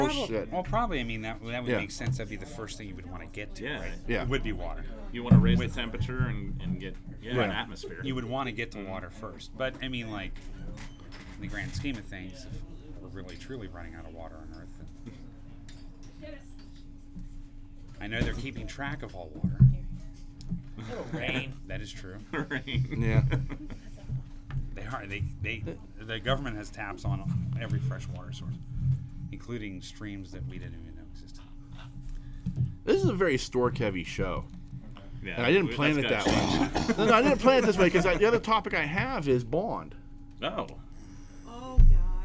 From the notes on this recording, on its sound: This week we are recording on location at The Nerd Korner, We are joined by many of the superfans